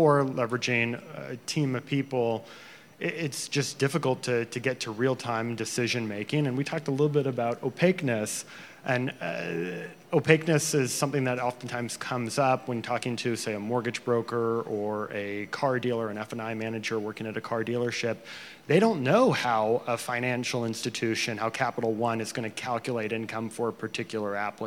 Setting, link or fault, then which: setting, busy venue